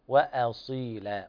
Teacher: انتبه إلى ترقيق الهمز في قوله تعالى وأصيلا